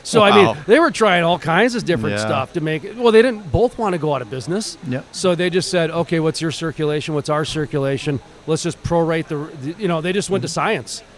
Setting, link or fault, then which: setting, busy venue